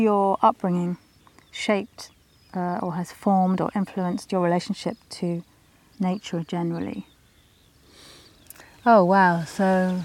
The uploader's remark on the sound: In company with the skylarks. A Summer’s walk along the meanders of Cuckmere Valley to the sea, at the heart of Seven Sisters Country Park.